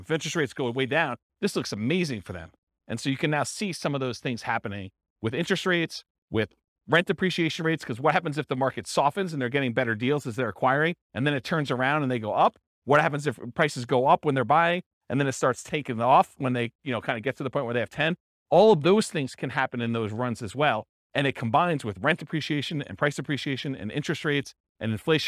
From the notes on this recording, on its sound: This was a live class recorded